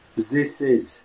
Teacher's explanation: pronounce the, the voice th sound as z